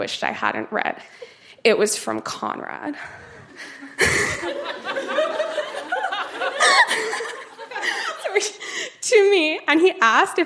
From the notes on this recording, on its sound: Recorded live at The Rec Room in Edmonton.